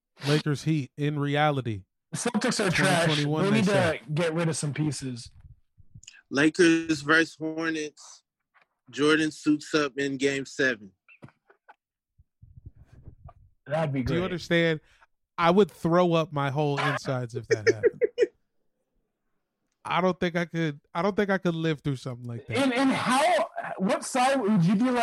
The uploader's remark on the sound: call in from the G-league Bubble